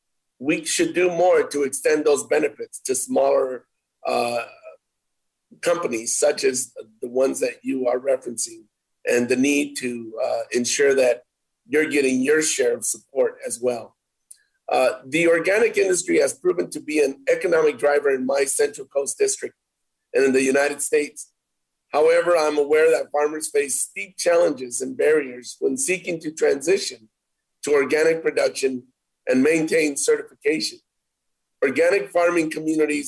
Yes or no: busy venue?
no